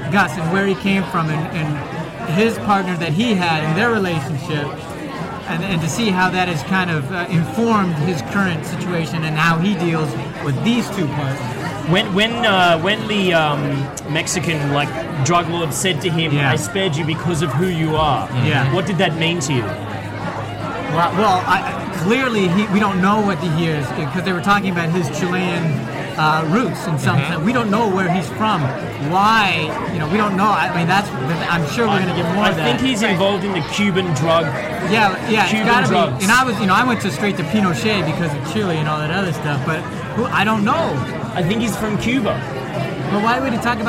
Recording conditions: busy venue